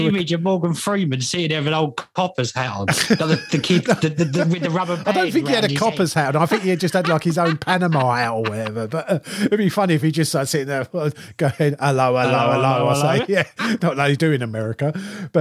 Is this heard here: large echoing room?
no